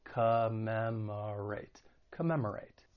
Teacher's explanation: first and third syllable have that schwa sound, that unstressed vowel sound, which sounds like a.